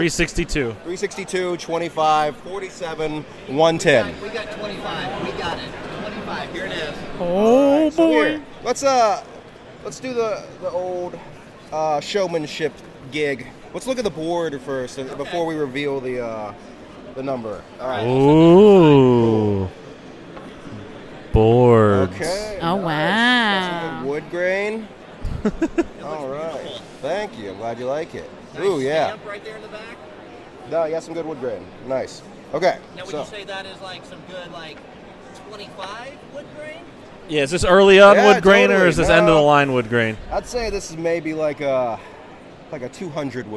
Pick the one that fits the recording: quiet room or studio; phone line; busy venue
busy venue